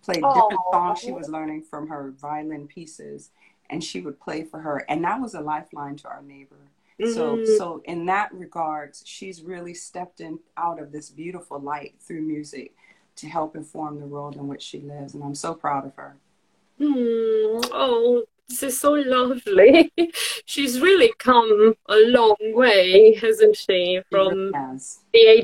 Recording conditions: video call